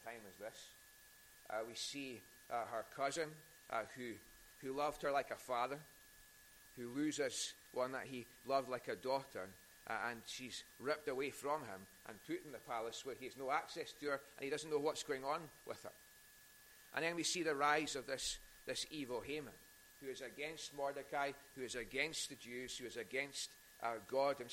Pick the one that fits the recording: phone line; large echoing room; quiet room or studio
large echoing room